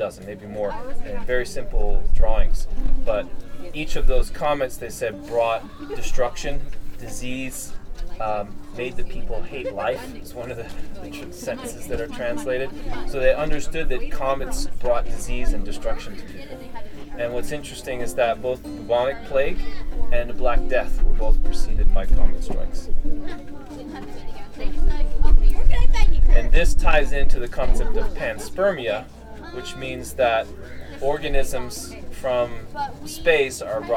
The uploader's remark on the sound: this talk was recorded at a gathering in northern Utah, Fire To Fire